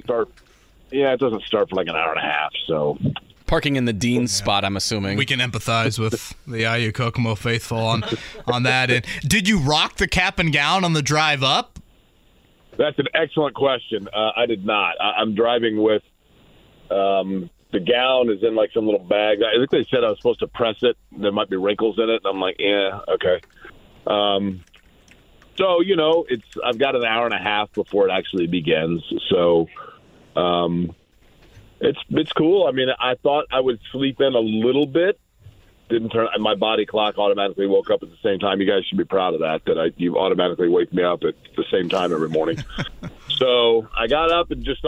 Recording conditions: phone line